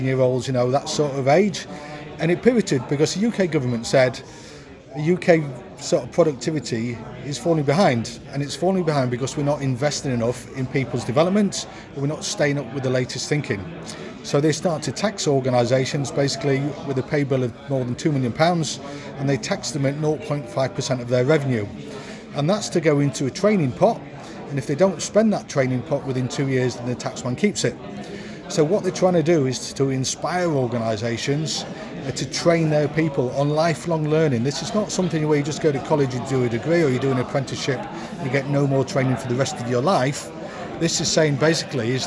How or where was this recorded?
busy venue